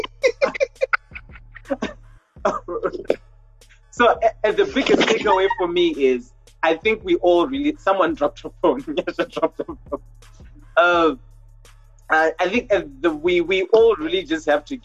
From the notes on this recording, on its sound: Anticipate a little rust, sound issues (we blame the internet).